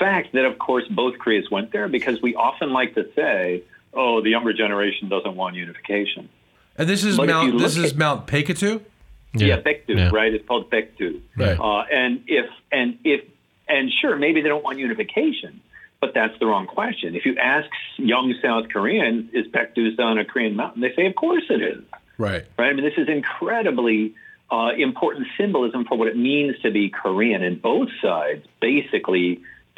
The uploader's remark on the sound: by phone